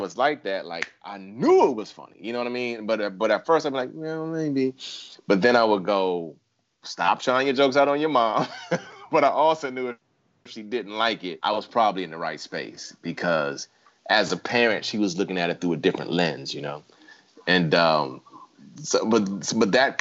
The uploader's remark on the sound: Of course, we hoped to meet in person, but for now we're coming LIVE to you from our living rooms.